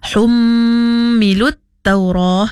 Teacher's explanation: Pada ayat yang kelima, iaitu pada humilut Taurah, hum pada huruf mim yang bertanda sabdu, iaitu wajibul gunnah, kena cukup dua harakat juga.